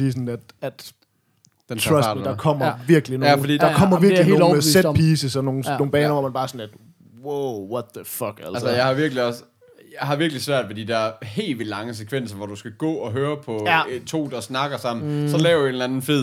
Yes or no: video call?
no